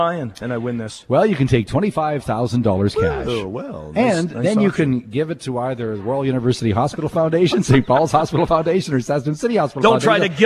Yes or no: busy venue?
yes